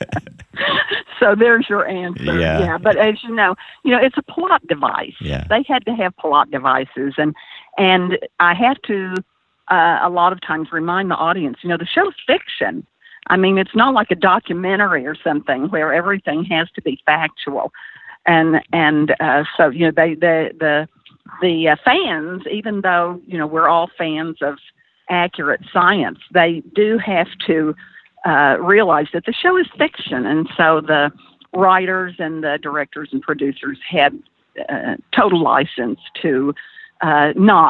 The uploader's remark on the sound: via internet phone